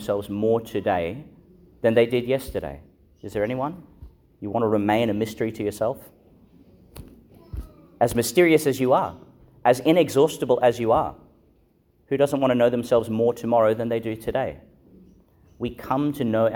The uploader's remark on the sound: Homily for the Solemnity of the Most Holy Trinity, delivered (at the morning Mass) in Our Lady Star of the Sea Catholic Church, Gladstone, Qld.